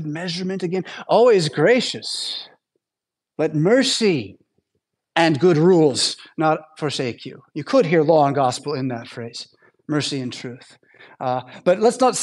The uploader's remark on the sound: Preached at St Paul Lutheran Church , Rockford, Illinois on Sunday October 15th, 2023.